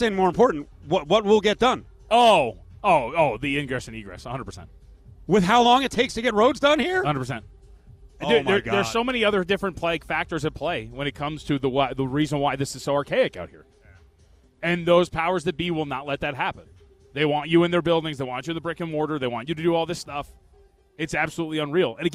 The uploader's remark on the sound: LIVE FROM STADIUM SWIM